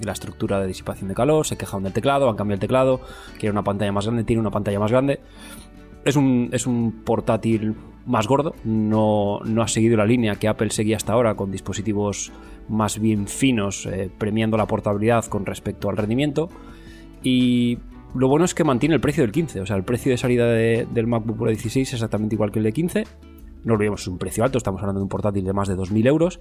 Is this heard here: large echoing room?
no